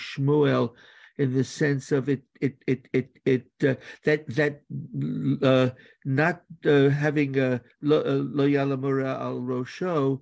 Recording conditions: video call